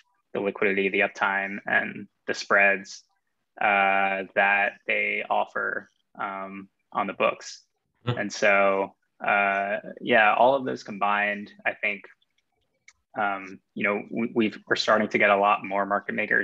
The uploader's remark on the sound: joined a zoom meeting